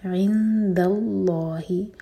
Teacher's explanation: دال لائٹ اور پھر آگے لام جلالہ ہیوی